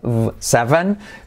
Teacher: So anyways, 7 tiene la letra semiclave V, 7, v, es como una F, pero activando las cuerdas